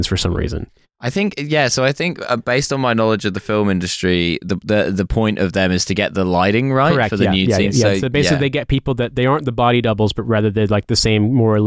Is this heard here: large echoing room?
no